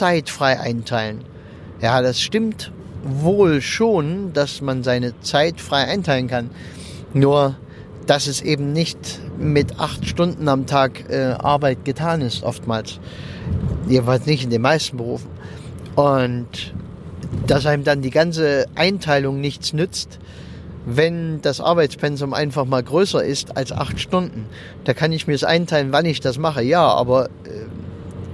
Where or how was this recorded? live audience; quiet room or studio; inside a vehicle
inside a vehicle